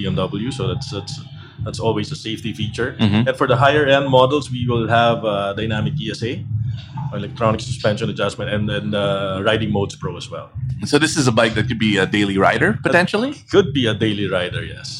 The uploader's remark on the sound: Tunay na Rider x Ride PH Cafe Special. Dropped by Ride PH Cafe and recorded 5 episodes.